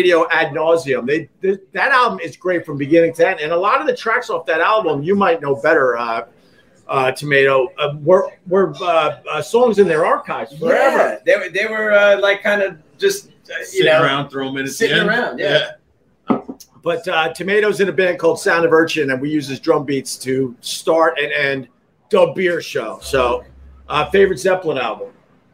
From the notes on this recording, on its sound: Live from Gebhards